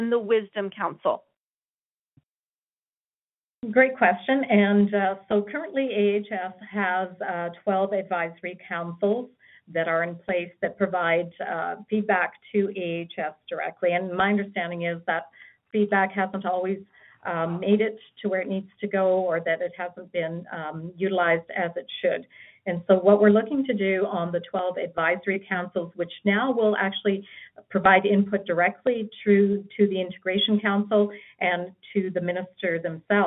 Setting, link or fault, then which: link, phone line